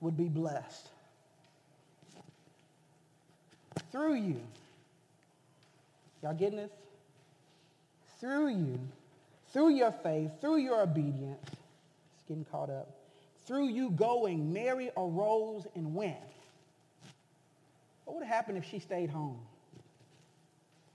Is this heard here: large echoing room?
yes